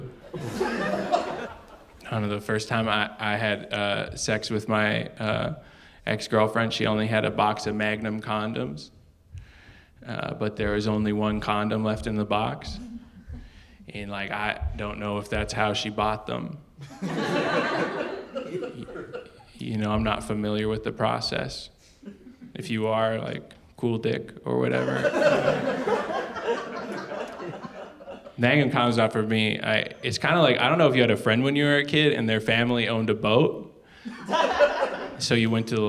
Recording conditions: live audience